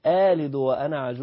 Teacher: آلد، يمطها بس كده حركتين · Term: المد الطبيعي